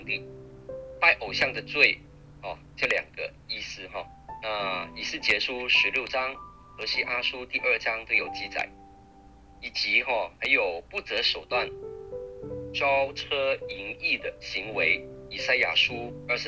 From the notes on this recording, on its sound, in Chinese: 近期錄音事工為配合疫情，錄音者全程皆配戴口罩。收音皆有些微影響。本週因應國定假日為電話錄製。